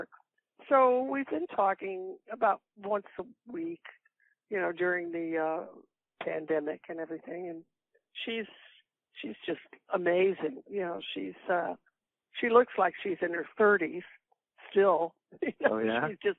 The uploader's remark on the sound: A Phone Call